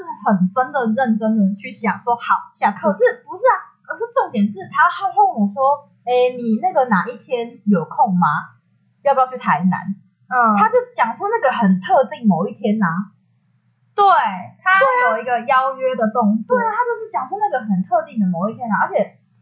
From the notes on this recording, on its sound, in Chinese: 本集音質較為不佳 還請見諒